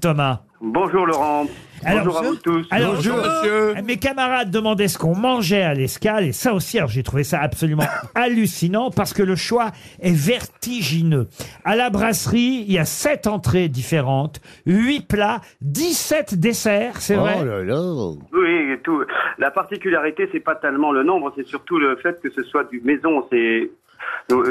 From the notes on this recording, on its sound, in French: au téléphone des Grosses Têtes ce 3 novembre.